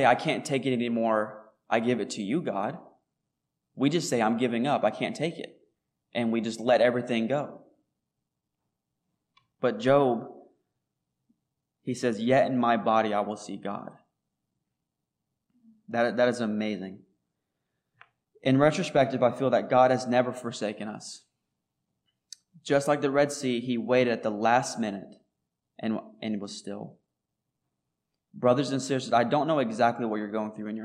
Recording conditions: large echoing room